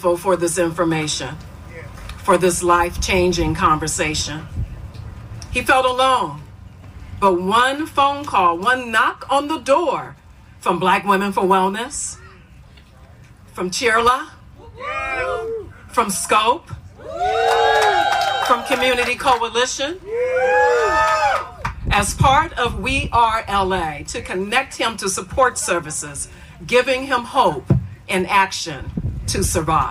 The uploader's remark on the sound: Exclusive coverage from across Los Angeles County in Palmdale. Covering a press conference called by the new Antelope Valley NAACP President.